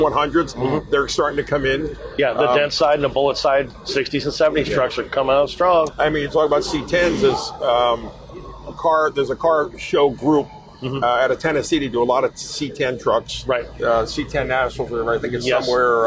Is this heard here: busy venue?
yes